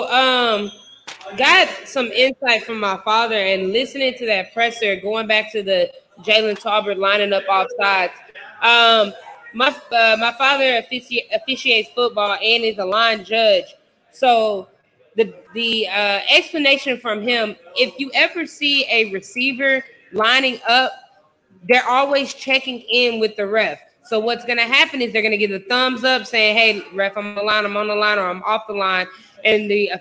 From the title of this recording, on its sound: Live from White Rock Ale House